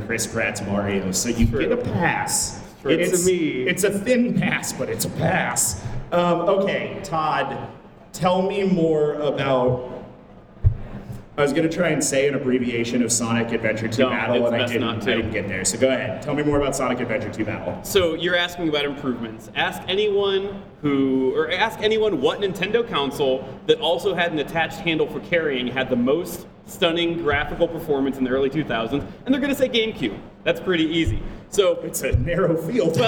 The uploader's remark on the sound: LIVE! at the Midwest Gaming Classic